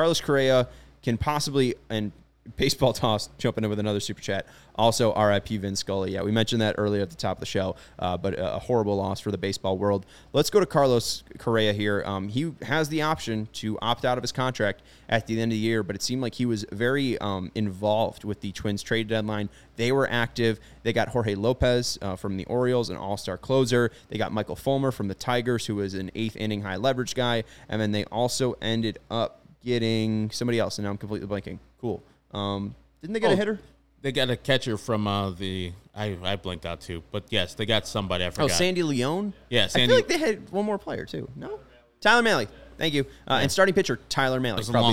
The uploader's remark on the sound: CHGO White Sox Live Postgame Show. Joins the show live from Guaranteed Rate Field.